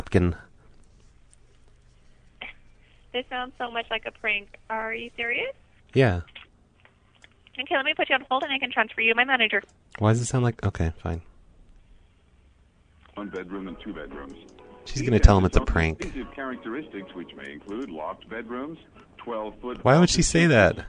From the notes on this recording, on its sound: Prank Phone Calls Collection